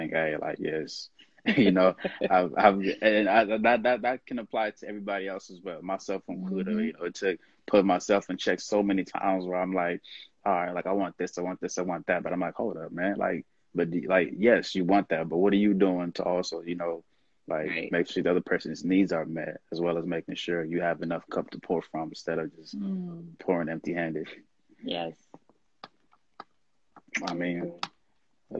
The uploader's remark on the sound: I had to share this live from IG